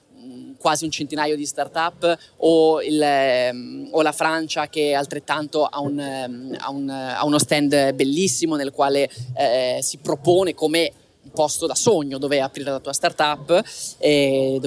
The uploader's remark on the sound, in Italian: Registrato live dal Web Summit di Lisbona. Alla più grande conferenza tech d’Europa.